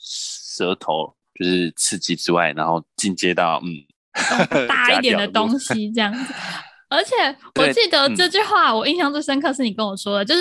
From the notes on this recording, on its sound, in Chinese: 遠端錄音敬請見諒